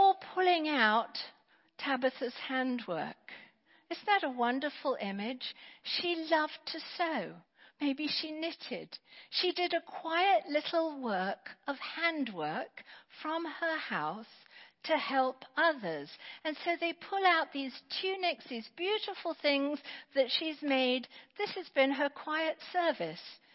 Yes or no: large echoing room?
yes